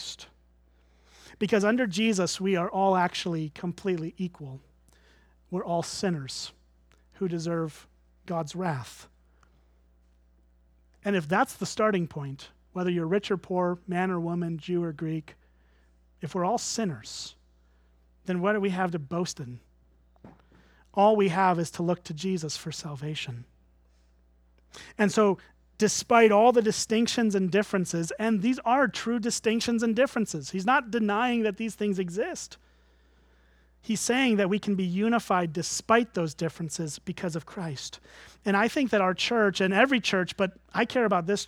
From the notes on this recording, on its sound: at Springbrook Church in Antigo, WI